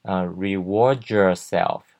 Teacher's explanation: 这个 D 会跟 Y 连在一起，变成 J 的音，有点像 George 的那个 G，忍者的者的这个音，reward yourself 这样子发音。最后一个重点是 whole 这个 wh 这个连在一起的时候，这个 w 是不会发音的，所以我们会念成 whole， the whole thing'sover。好，最后大家再来念一遍。 Reward yourself for · Term: 连音